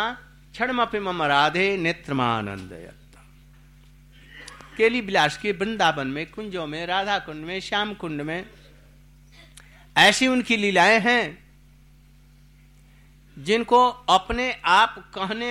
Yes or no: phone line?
no